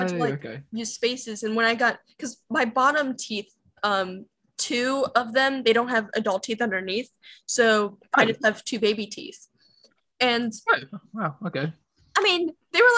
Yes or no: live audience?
no